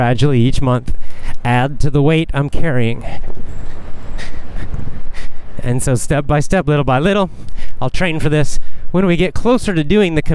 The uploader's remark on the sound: A casual chat while walking.